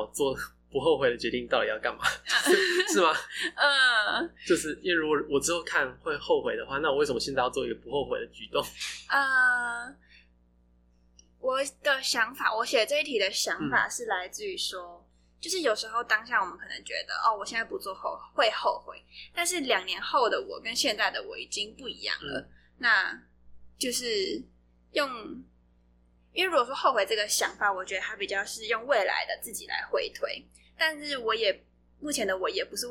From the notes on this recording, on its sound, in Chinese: 這一集的音質比較不好，再麻煩你拿下耳機收聽會更合適。